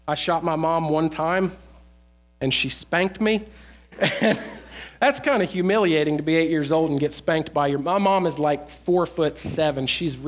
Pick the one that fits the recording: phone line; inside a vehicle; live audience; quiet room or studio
live audience